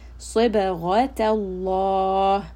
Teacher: Sad is heavy. Ba is a letter of qalqala. Ghain is going to be heavy. And then the name of Allah is also going to be heavy because the letter before it has fatha.